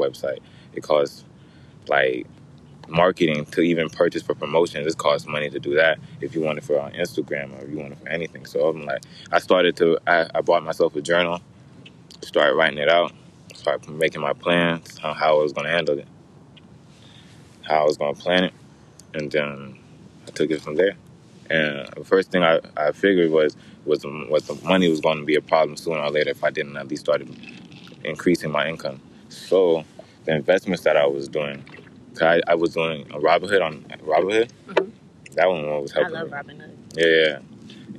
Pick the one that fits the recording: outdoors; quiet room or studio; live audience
outdoors